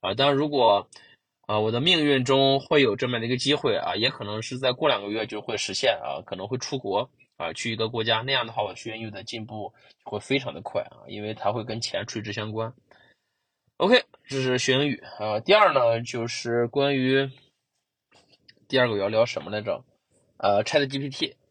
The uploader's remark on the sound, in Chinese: 车还没有熄火啊，对，我在车里等。所以说这次音质应该会比我之前的音质稍微的拆一丢丢啊